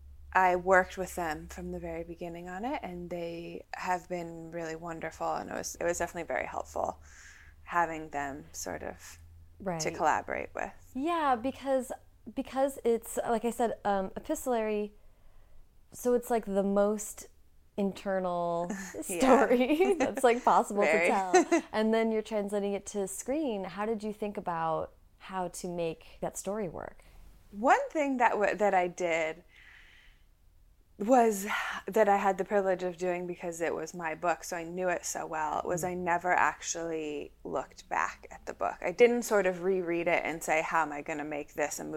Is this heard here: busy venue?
no